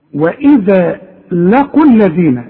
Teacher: واذا لقوا الذين، لغيت الواو عند الوصل